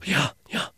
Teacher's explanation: So when people are agreeing to something, they'll go, yeah, yeah. They'll breathe in while saying yes · Term: ingressive yes